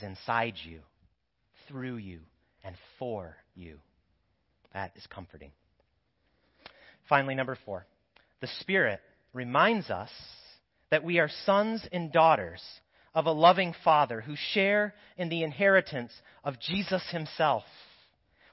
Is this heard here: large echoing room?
yes